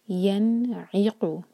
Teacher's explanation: عین پر زور اور نون پر سکون ہے تو یہاں پر اظہار